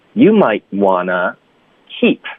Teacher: You might wantto，我们就弱读成 wanna